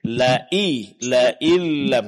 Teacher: Pertama, pengucapan huruf hamzah. Jelaskan, jangan berubah menjadi ain